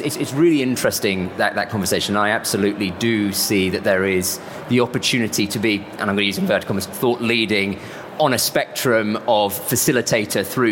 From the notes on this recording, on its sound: We brought the podcast to you LIVE from the B2B Marketing Expo at the ExCeL London! Thank you to everyone who attended the session!